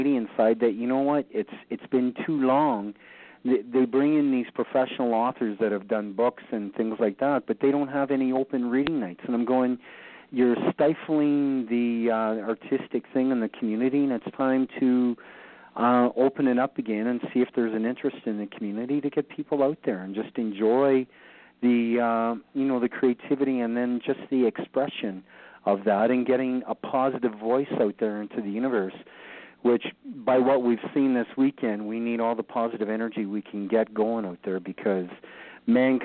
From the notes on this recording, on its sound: Thanks to the poets who called in this month. This archived edition of Poetry Super Highway Live.